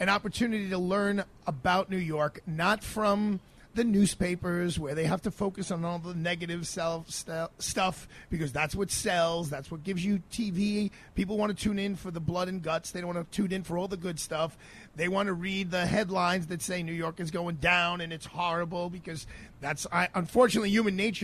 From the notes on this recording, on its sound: Live Broadcast from Pershing Square New York City